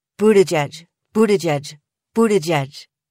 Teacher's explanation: keep your lips almost totally puckered through all three syllables